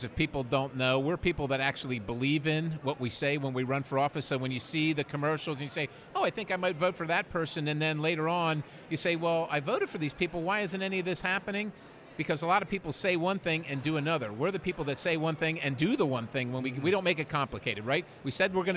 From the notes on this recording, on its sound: Join “The Daily Signal Podcast” at the Conservative Political Action Conference in Orlando, Florida.